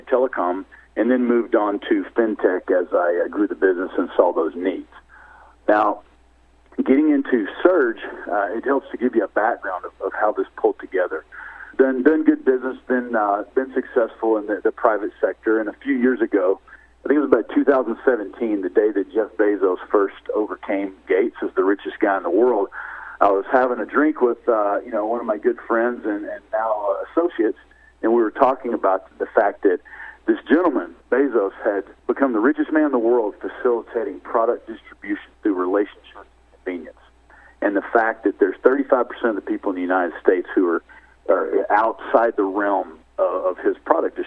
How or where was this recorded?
phone line